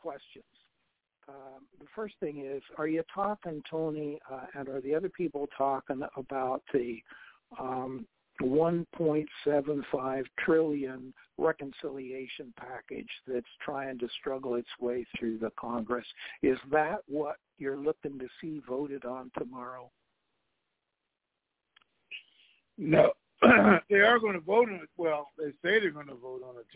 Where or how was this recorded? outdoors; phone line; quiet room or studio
phone line